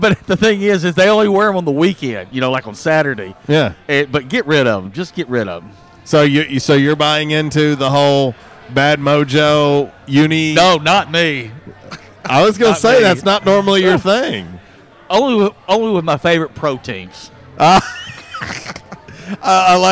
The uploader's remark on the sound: LIVE from J’Town’s Grill! On 95.3 The Ticket/AM-970, Ritter Communications Tubetown 21!